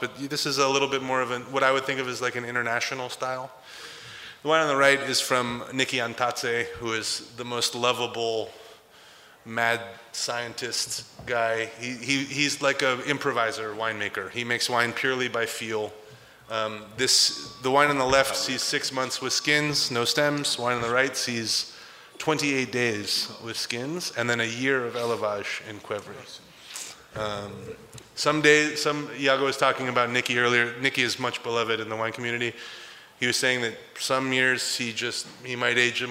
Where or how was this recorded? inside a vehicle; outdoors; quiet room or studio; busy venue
busy venue